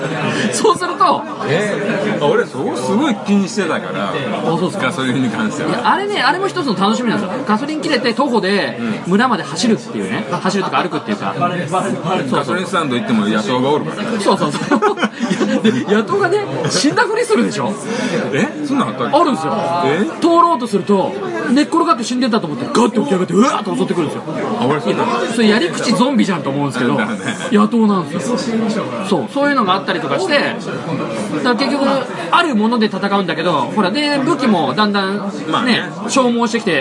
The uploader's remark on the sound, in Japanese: 音声が居酒屋収録なので良くないですが